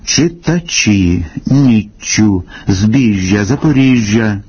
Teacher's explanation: Дещо пом'якшуються шиплячі у позиції перед «і», «ю», «я»